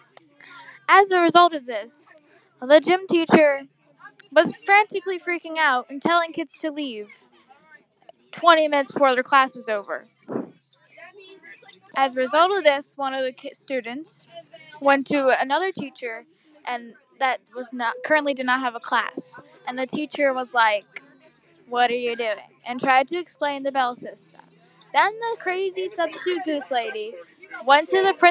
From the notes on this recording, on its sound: This is all recorded on a bus. Sorry for the loud background noise, but not really, it’s a bus.